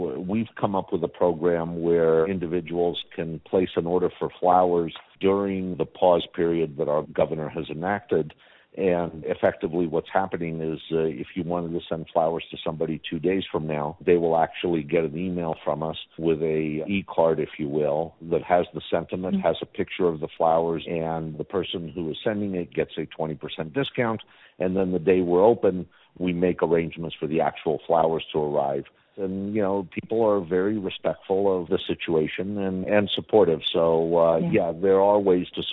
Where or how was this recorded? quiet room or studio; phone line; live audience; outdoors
phone line